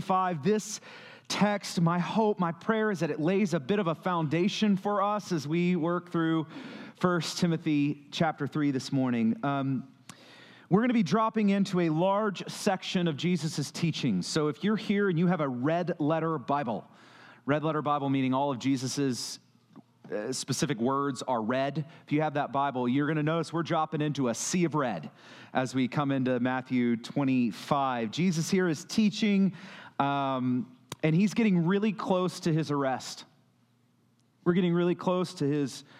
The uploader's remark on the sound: The following audio was recorded at Stone Oak Bible Church.